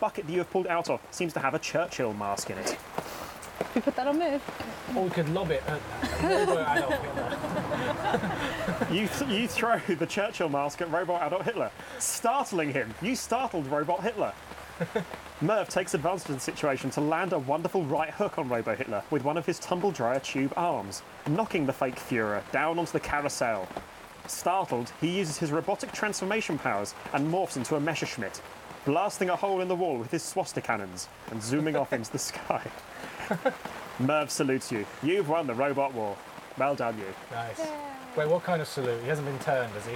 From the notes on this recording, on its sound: Did we record this episode in the fittingly pissing rain? I hope you like ASMR, and listening to the lengths we'll go to to maintain social distancing.